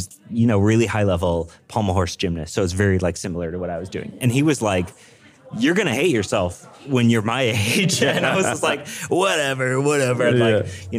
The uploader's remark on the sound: for a recorded chat from the RenderATL conference.